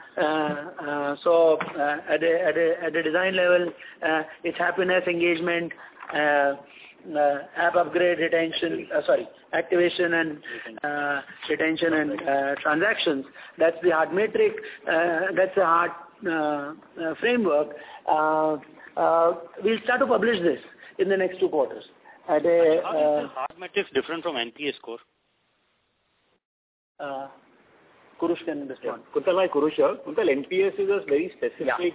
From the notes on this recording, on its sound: Results discussion/conference call